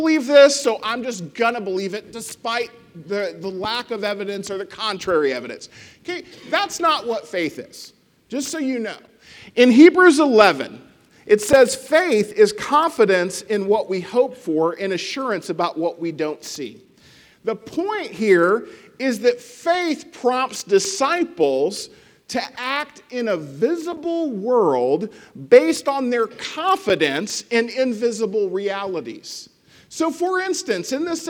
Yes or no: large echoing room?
yes